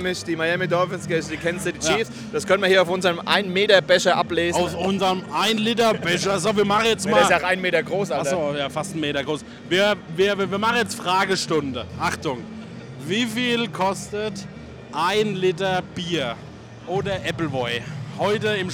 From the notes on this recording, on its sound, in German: live aus dem Waldstadion in Frankfurt